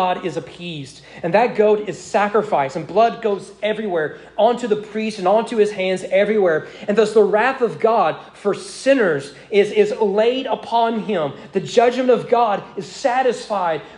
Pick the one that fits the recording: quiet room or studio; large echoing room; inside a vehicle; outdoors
large echoing room